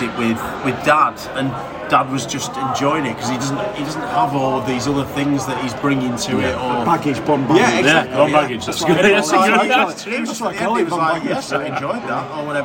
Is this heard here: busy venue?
yes